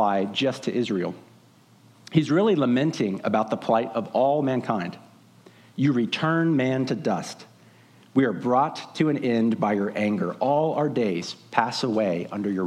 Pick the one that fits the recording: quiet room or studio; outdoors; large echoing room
large echoing room